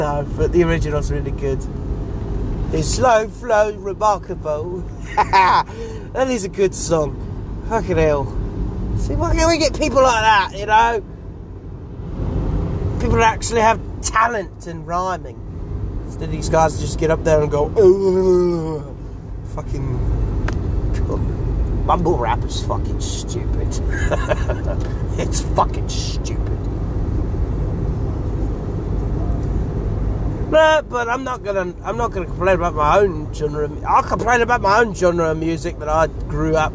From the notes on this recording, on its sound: here is an idiot screaming in the car